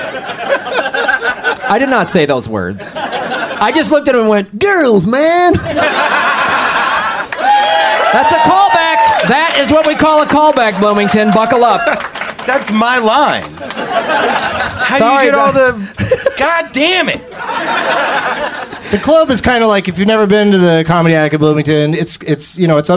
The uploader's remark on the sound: Live from the Comedy Attic in Bloomington, Indiana